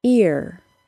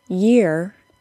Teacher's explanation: The difference between a long E sound and a Y sound is that the Y sound is even closer to the top of the inside of the mouth than the long E sound.